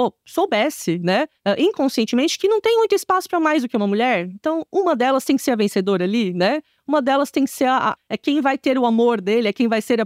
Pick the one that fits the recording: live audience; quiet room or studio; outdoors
quiet room or studio